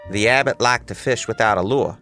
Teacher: his speech is non-rhotic, which means he doesn't pronounce his R's.